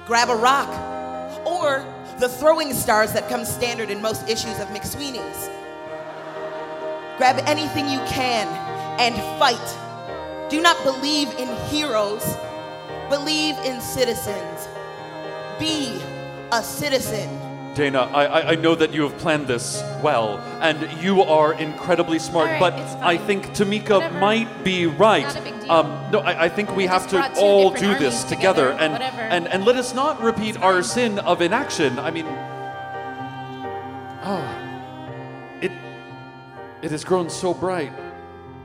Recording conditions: live audience